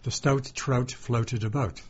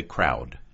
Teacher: But the thing is, it's not really the OU. It's the OU plus what's known as a voiceless consonant, as in T. · Shown in: first take · Term: Canadian OU